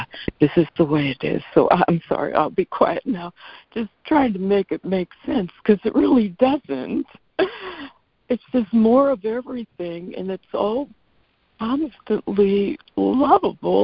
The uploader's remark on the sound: ACIM Daily Conference Call